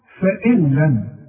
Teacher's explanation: اسقط النون من النطق، واخد بالك؟ ما تنطقهاش، تكتب ولا تقرأ عند الوصف، تقرأ إذا وقفت عليها، تقول فإن، حاصل، كأنها غير موجودة.